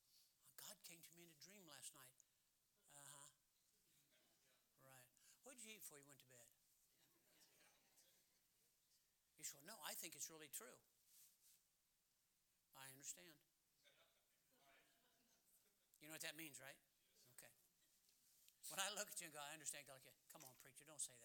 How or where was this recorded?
large echoing room